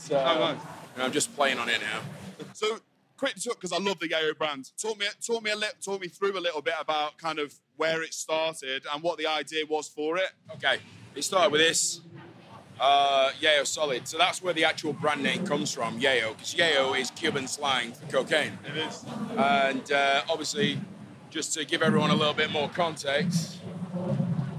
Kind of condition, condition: setting, busy venue